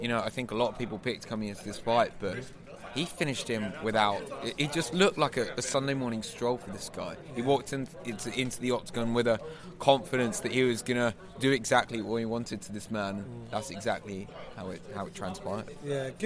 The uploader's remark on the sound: UFC 205 press room special. Who covered the fights from Octagonside, then the press conference backstage, before grabbing some of his press room buddies for some post-fight reaction in this Brit Pack special.